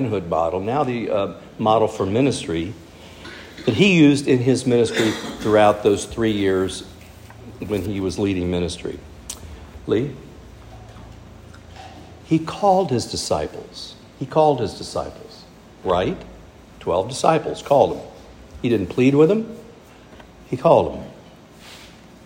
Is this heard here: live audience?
yes